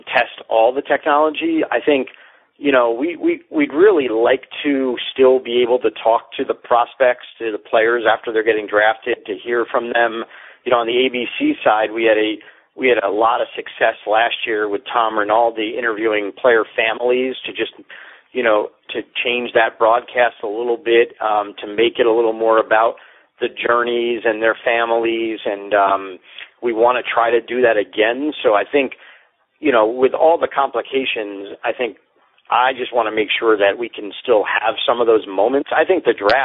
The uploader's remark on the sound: NFL Draft teleconference